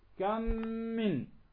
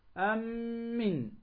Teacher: ندغم الميم الأولى في الثانية فيصيران حرفا واحدا مشددا · Term: الإدغام